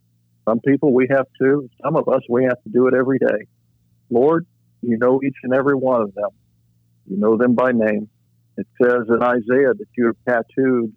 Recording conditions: phone line